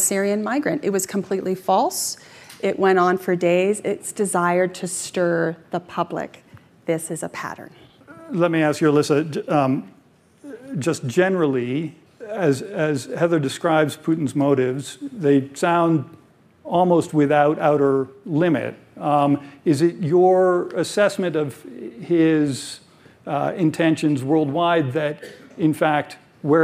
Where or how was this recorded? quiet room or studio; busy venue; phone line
busy venue